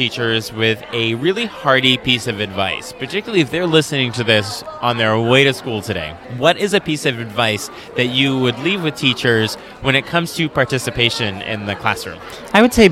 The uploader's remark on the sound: We recorded this episode live in the Exhibits Hall at the MaFLA conference in October. We had lots of spectators stop by to see how it all works and what it looks like to record an episode. I kept the background sound of the exhibit hall excitement in so that you can feel the energy that we did.